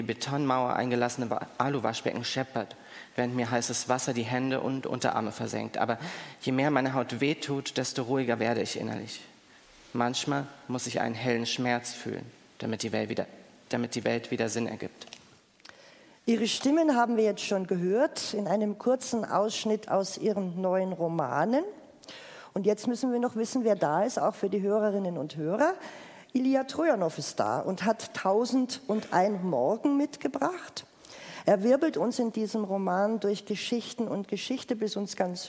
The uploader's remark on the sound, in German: Live vom Erlanger Poetenfest 2023